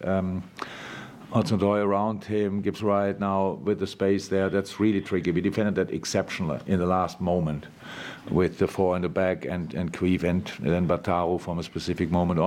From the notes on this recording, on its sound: LFC Press Conference. Speaks to the media after Liverpool beat Nottingham Forest 0-1 in the 99th minute in the Premier League!